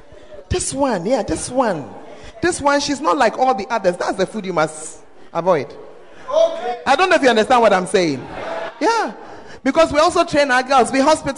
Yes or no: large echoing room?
yes